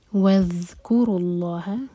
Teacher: ذال پر تھوڑا سا ٹائم دیں گے، اس کو کہتے ہیں رخاوہ، تاکہ ذیل کا پورا حق ادا ہو.